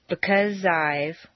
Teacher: In because I've, the Z sound at the end of because and the I sound of I blend together smoothly. · Term: Liaison